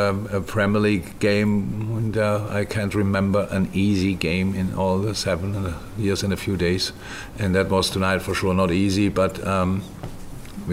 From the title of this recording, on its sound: Post-Match Press Conference